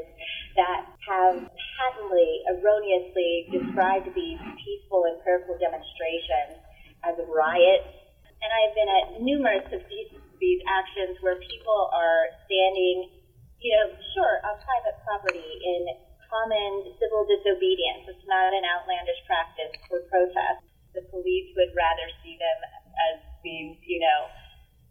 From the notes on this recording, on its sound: Thanks for kicking it with us as we worked through technical difficulties this week.